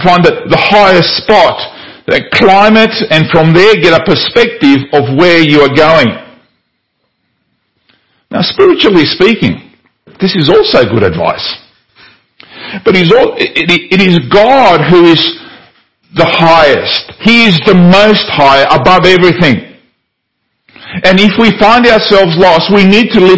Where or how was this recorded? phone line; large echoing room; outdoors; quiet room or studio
large echoing room